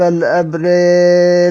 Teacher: نعم تبقى مرققة، هي أصلا الراء الأولى اضغمت في الثانية